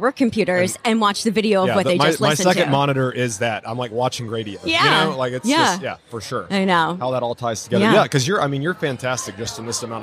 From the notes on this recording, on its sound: LIVE from HAVEN 2022. The Wall Control booth at HAVEN 2022.